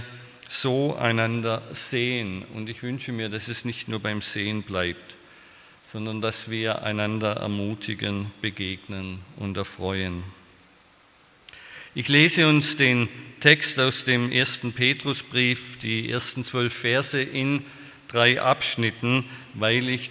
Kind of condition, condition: setting, large echoing room